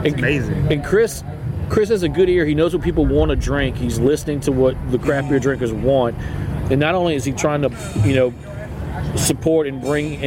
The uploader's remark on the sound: On this episode we take a trip to Tin Roof Brewing here in Baton Rouge.